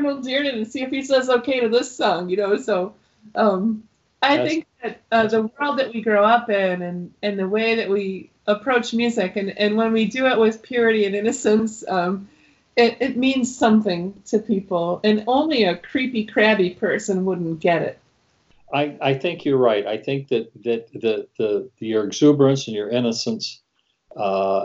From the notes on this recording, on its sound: In this episode I Skype with singer/songwriter